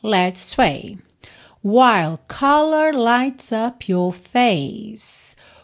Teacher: Então, é mais comum em letras de música os cantores, e aí especialmente os britânicos, porque eles já falam assim no dia a dia, não enrolarem a língua nesse R que vem depois de uma vogal, mas sim prolongarem aquela vogal. · Term: sotaque britânico